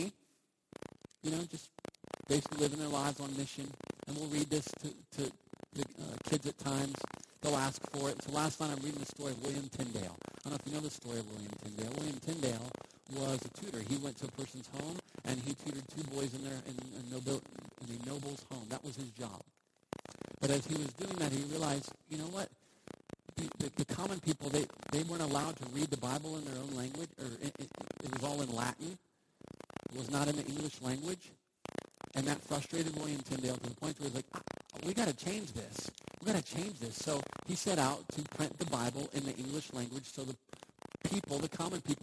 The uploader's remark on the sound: We apologize for the poor audio on this week's talk. Technical difficulties...